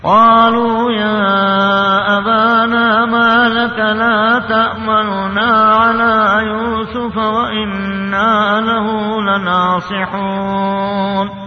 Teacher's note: جبت ضمة خفيفة بحيث تشبه السكون، هذا يسمى اختلاس من غير إدغام. هذا عند جميع القراء وجهان: إدغام بالإشمام والاختلاس.